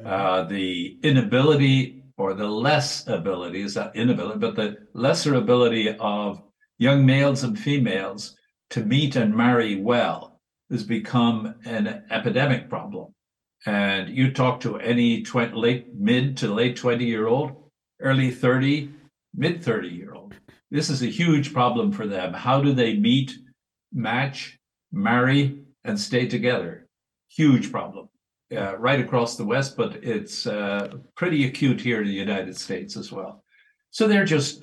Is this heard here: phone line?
no